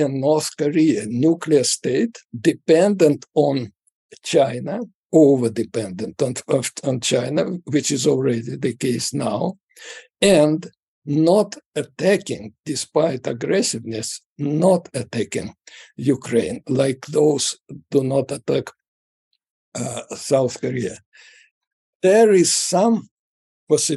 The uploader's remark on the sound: His precise location remains a secret, but through the magic of Zoom.